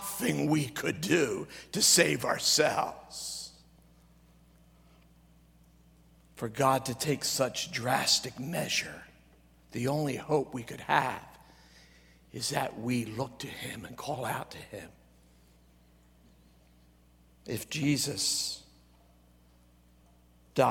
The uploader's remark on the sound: at Greentree Church on December 24, 2023 during the Christmas Eve service